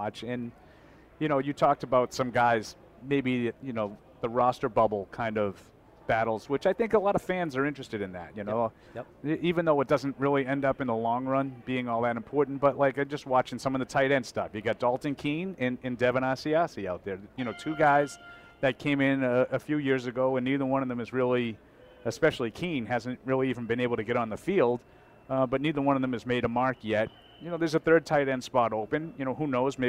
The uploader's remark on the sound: Live from Day 1 of Training Camp. Broadcast live from Patriots Training Camp.